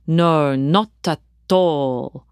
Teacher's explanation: His Italian accent emphasized the T sounds in this phrase